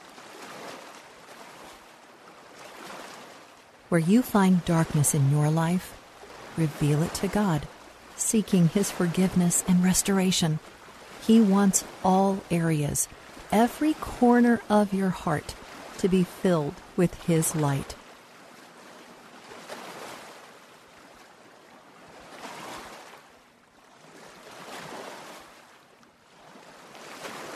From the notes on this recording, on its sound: Relax to the sounds of lake waves.